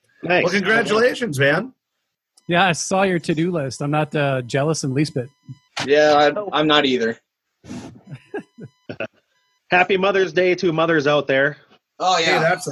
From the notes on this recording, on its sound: another Zoom episode of Brews, Booze, & Reviews